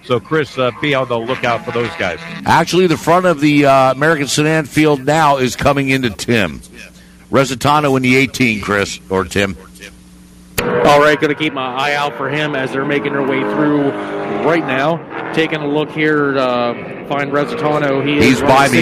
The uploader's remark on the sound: Broadcast the races for the Hoosier Tire SCCA SuperTour Series, held at Pittsburgh International Race Complex just outside the village of Wampum PA. Pittsburgh International Race Complex is an auto racing road course located in Wampum, Pennsylvania.